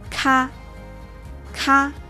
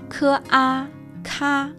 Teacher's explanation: En pinyin se dice K, K, expulsando aire.